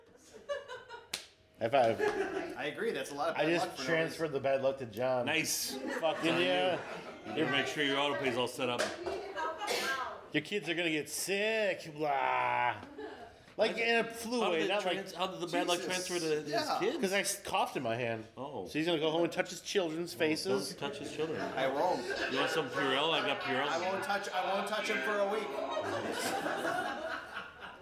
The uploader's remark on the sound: finally have a crowd to listen to them talk